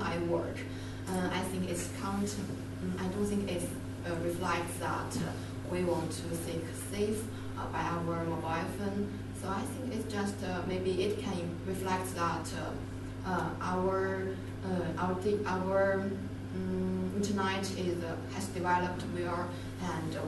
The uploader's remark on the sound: This episode of the Nordic Centre podcast is a recording of a public lecture